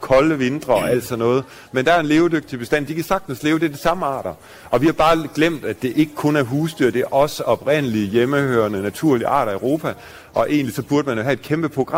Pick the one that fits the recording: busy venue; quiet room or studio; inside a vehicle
busy venue